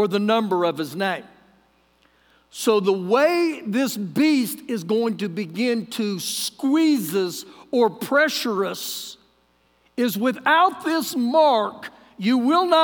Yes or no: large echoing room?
yes